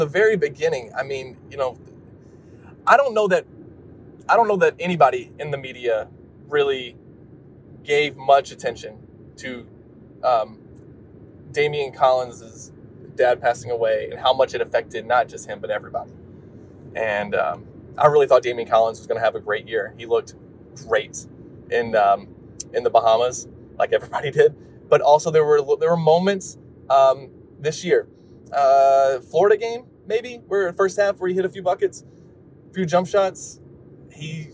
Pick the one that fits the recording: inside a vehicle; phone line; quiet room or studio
inside a vehicle